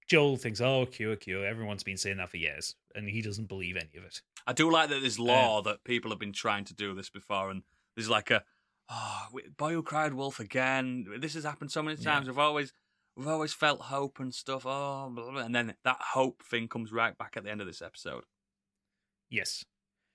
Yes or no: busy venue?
no